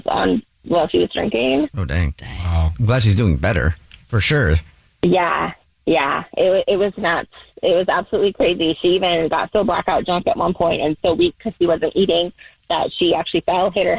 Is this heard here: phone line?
yes